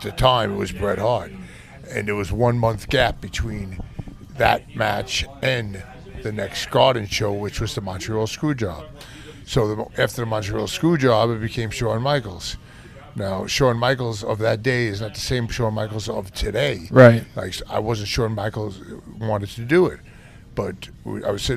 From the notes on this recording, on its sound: this one was recorded at 9 Planets Comics and Collectibles Summer Suplex event